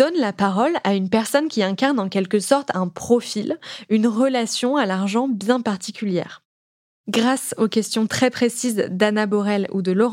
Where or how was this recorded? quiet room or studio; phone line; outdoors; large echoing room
quiet room or studio